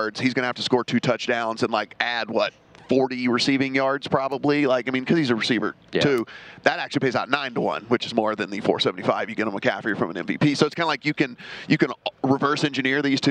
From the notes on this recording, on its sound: broadcasting live from media row